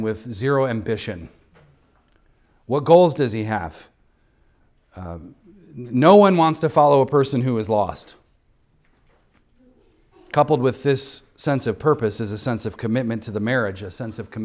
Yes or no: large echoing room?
yes